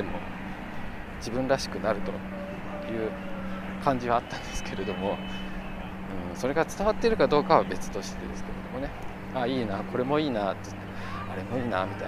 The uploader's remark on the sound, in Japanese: 華山1914文化創意産業園区の公園内にて歩きながらの収録。